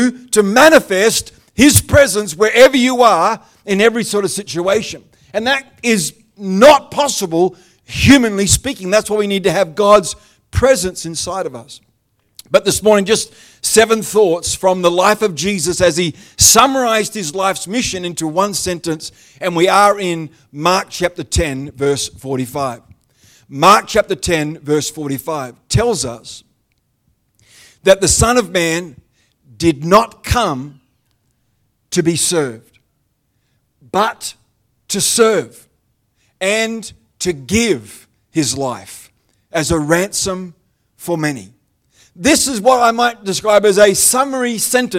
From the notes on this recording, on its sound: The live stream of Destiny Church Atherton.